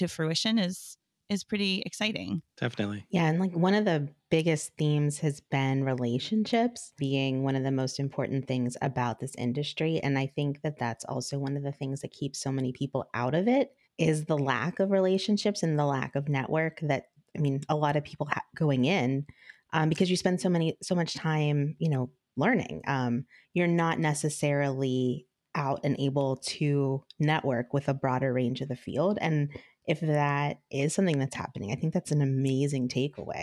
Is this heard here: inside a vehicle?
no